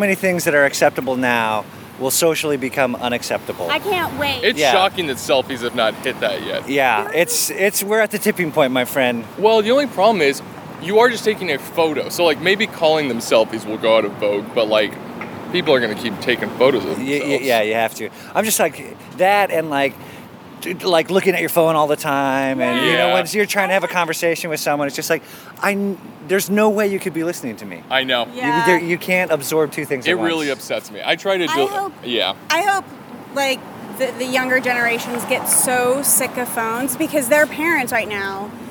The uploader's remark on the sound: At Tacos Maniacos. At The Tacos Maniacos food truck.